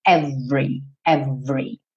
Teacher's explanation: A pronúncia padrão é essa segunda que aparece aqui com um ezinho do meio pintado de cinza, porque ele não vai ser pronunciado, e aí você vai ter every, every, tá? Do V vai direto para o R.